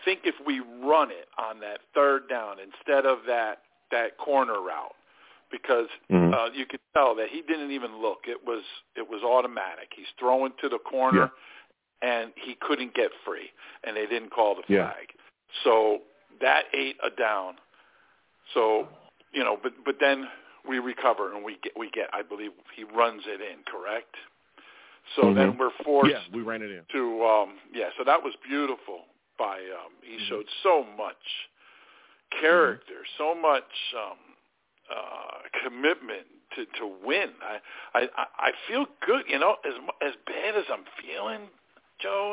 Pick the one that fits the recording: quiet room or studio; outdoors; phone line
phone line